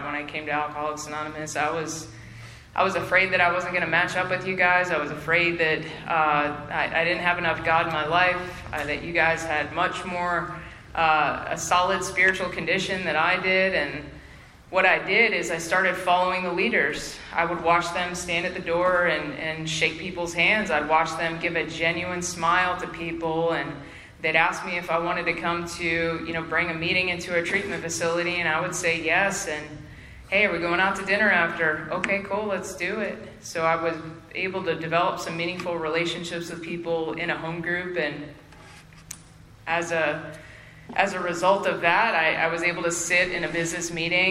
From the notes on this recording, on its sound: Spring Into Action 2022. At the Spring Into Action Conference in Sanford NC in Feb 2022.